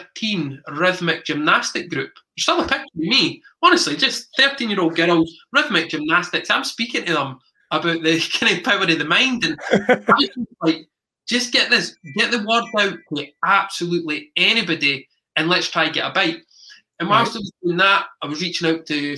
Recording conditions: video call